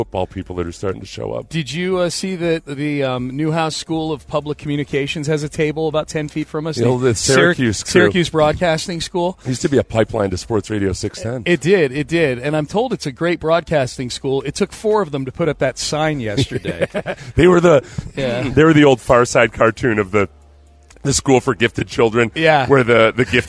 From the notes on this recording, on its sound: live in Las Vegas for Radio Row day 2